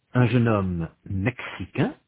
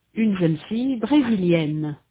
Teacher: In sound, the feminine forms mexicaine and brésilienne have a consonant n that the masculine forms do not. · Shown in: second take